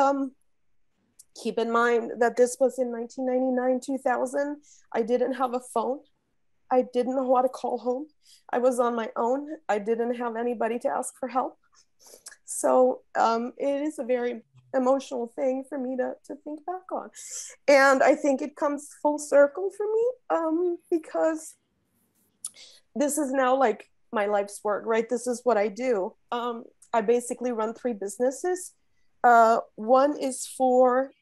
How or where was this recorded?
video call